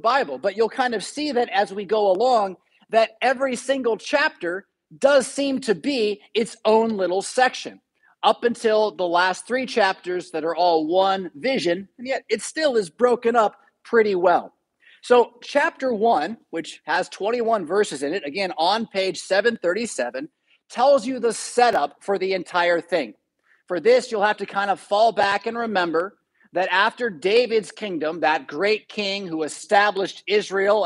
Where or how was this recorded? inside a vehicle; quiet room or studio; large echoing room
large echoing room